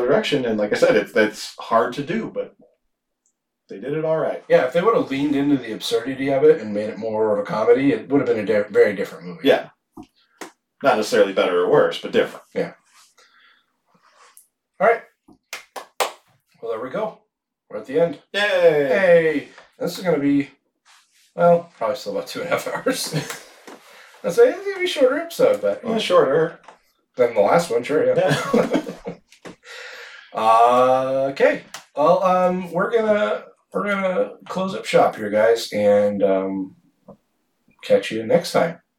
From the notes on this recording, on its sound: We made an oopsie with the sound on this one.